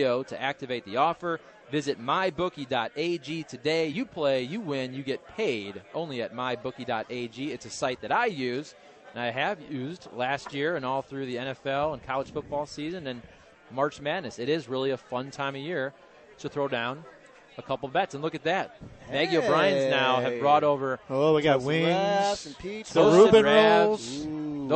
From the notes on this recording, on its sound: broadcasting live from Maggie O'Briens